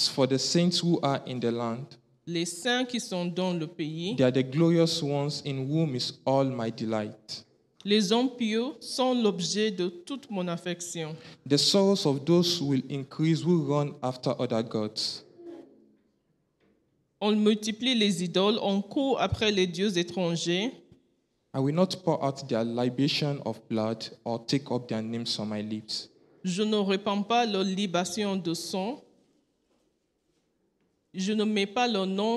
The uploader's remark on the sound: Preached during Joyful Hour Sunday Service